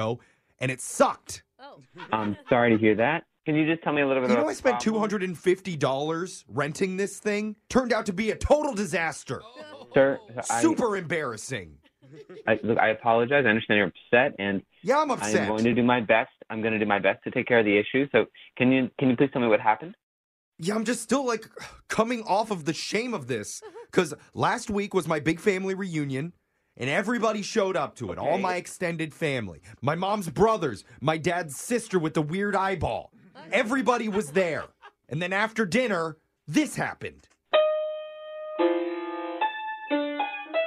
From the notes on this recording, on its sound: calling a music store